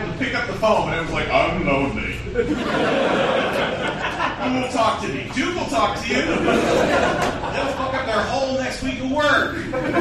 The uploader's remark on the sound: Live! In Charlotte. A hearty thank you to all the wonderful people who came out to our live show in Charlotte. Did this tick off one person in attendance to the point where he almost kind of sort of tried to take over the show?